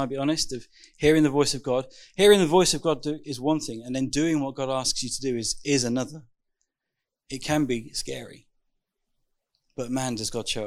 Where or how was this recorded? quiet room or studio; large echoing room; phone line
large echoing room